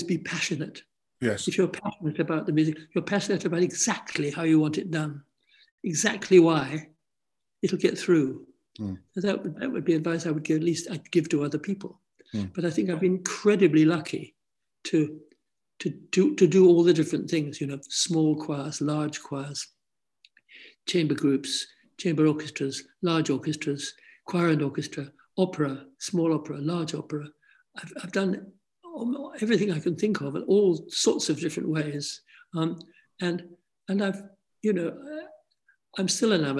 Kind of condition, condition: link, video call